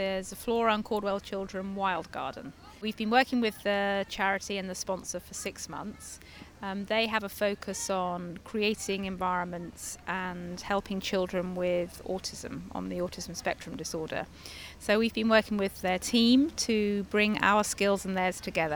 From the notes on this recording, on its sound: This week's edition comes from the RHS Hampton Court Palace Flower Show. In the RHS Kitchen Garden.